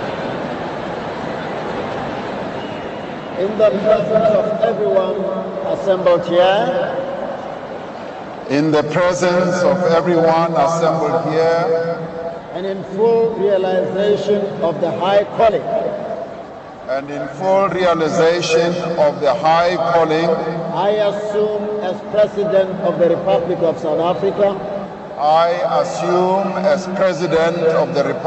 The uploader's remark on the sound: Broadcast LIVE from Loftus Stadium at the #SAInauguration19.